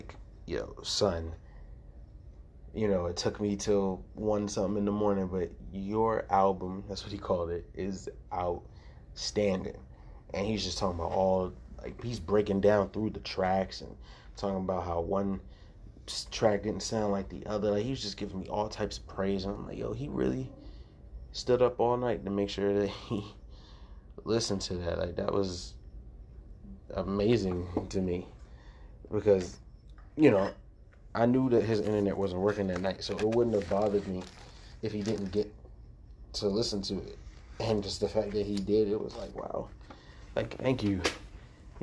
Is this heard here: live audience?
no